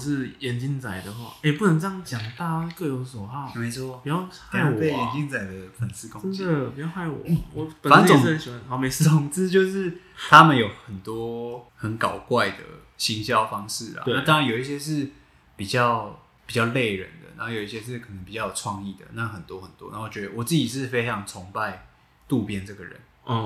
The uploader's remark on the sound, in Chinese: 這兩次錄音不知道為什麼回音很重，已經盡1000%力量調整了，下次會再改進。